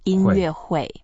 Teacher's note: 会 is the fourth tone.